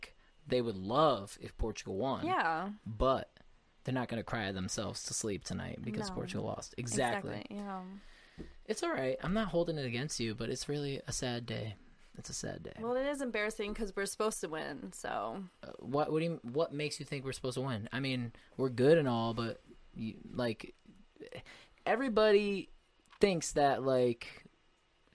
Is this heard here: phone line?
no